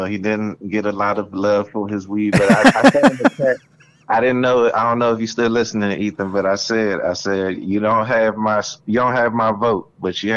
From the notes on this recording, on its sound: The bad advice question/call in show.